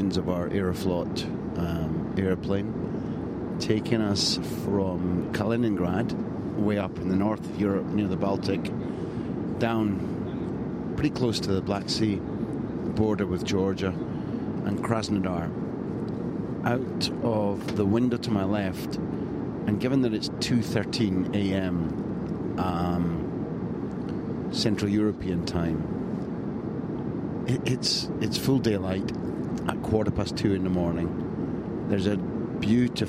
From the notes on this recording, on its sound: Here's another 3am diary - this time recorded from the plane from Kaliningrad to Krasnodar.